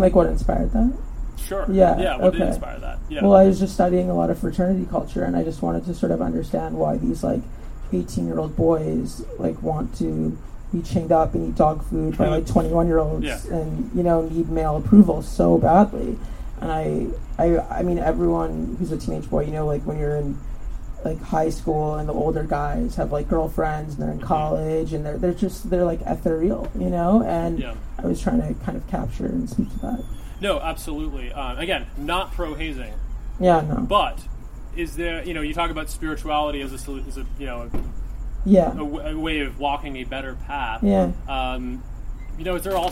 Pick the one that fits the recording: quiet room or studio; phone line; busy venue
busy venue